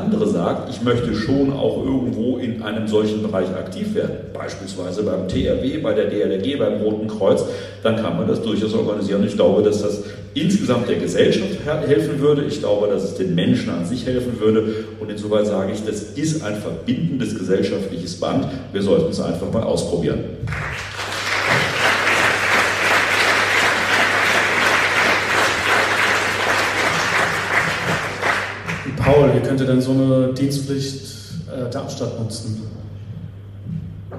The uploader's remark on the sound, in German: in einer LIVE-Aufzeichnung vor Publikum